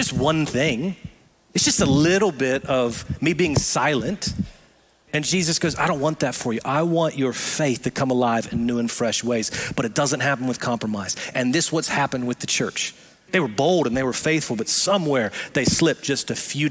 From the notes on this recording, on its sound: Recorded live at Brookwood Church.